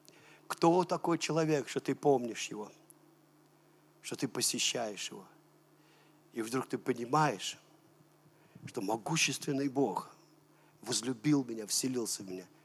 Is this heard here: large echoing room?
yes